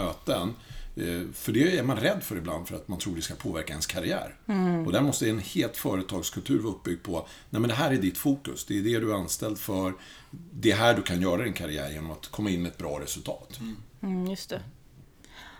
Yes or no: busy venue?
no